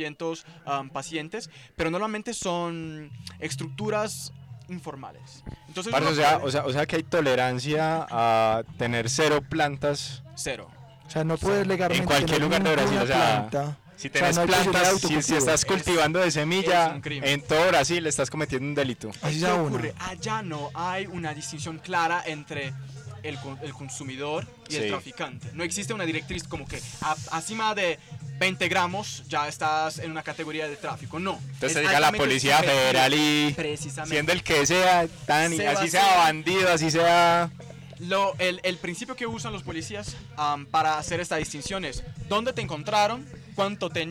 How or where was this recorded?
busy venue